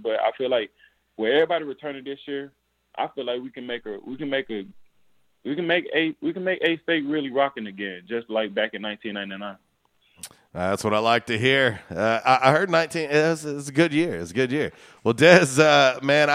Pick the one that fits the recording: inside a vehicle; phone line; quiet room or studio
phone line